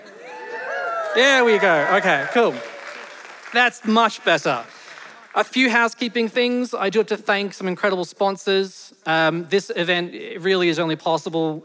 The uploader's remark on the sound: A special episode from The Parley Debate Event in 2023. Live episode of The Parley Debate Event, recorded in March 2023 - with an ensemble of debaters including academics, artists, comedians, and everyday people.